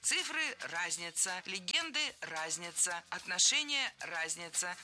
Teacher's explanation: Много раз прозвучал глагол «разняться» с неправильным ударением. А правильное ударение должно быть на первом слоге «разница». Цифры – разница, легенды – разница, отношения – разница.